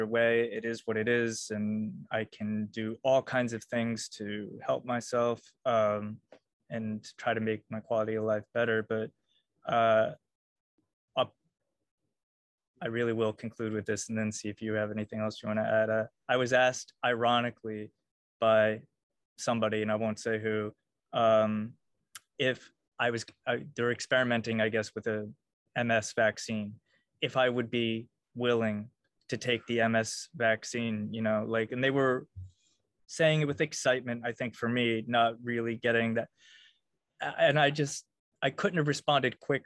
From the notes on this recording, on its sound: First sorry for the zoom format!